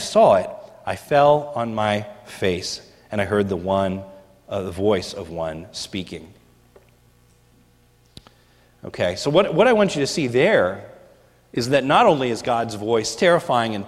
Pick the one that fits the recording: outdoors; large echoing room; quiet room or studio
large echoing room